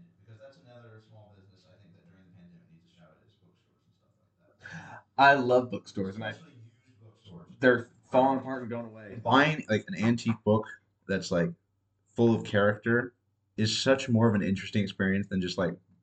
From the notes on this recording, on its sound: We apologize for audio quality, the new mics and headphones will arrive in the next week or so.